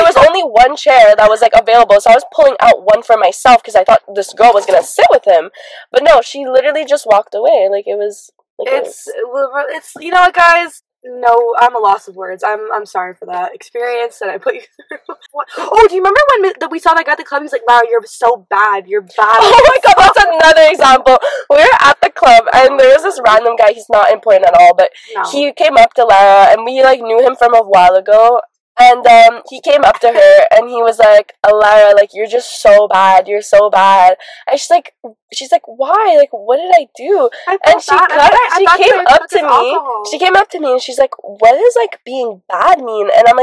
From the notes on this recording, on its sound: Bear with us, the audio will get better with time